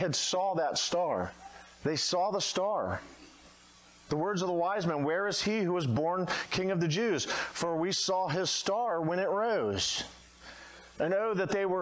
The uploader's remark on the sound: at Redeemer Baptist Church at Romeo in Dunnellon, Florida